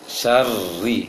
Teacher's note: Tidak ditebalkan. Berarti ketika mengucapkan ro syarrinya bibir tidak perlu dibulatkan dan juga lisannya tidak perlu ditebalkan dia. Syarri seperti baca ri dalam penglafazan lafaz huruf Latin, huruf Indonesia. · Term: tipis